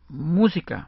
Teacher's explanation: Música lleva el acento en mu, es decir, en la antepenúltima sílaba. Por lo tanto, es esdrújula.